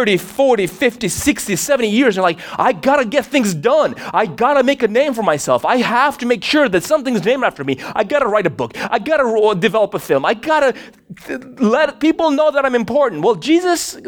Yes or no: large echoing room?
yes